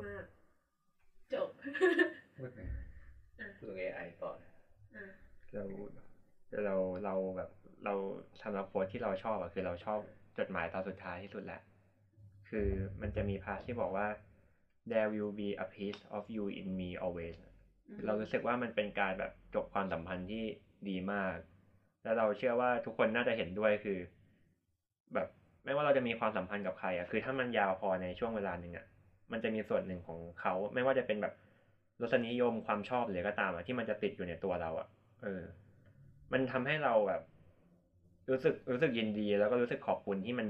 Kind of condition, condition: fault, poor sound quality